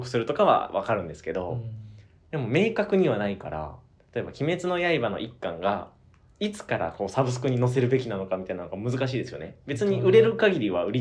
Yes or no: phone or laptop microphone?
yes